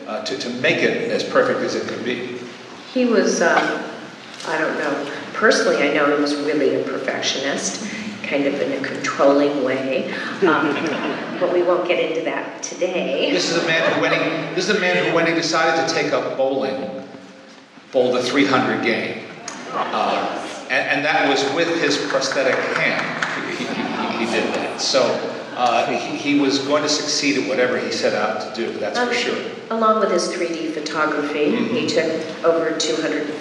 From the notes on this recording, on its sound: You'll hear live performances of the musical scores from some of the films at the Festival. You'll also hear lots of laughter from the 2,000 people at the festival. Add in a couple of impromptu lobby discussions with other festival-goers.